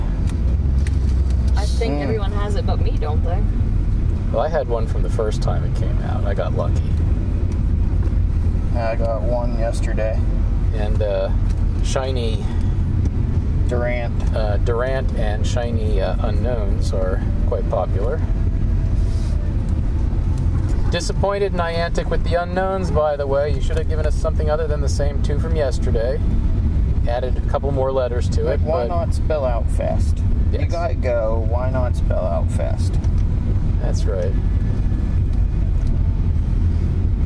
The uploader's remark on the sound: This week we record live (from my car) during go fest 2020.